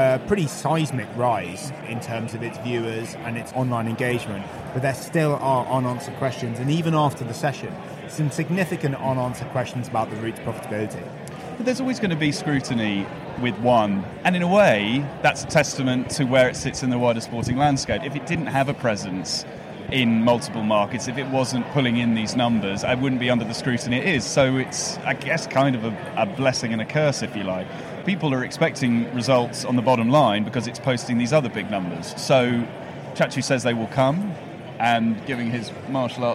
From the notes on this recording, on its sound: On the floor at SportsPro APAC 2023. From on the floor at Singapore's Marina Bay Sands.